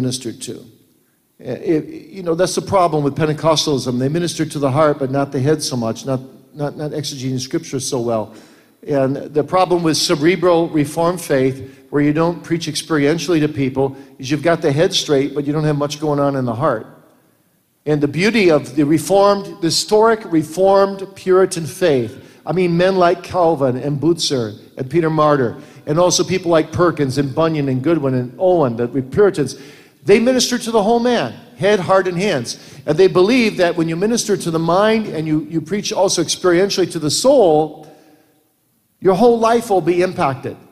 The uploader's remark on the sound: Q & A from the 2017 Boise Reformation Conference